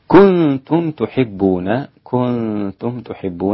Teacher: الإخفاء والغنة الرقيقة في كنتم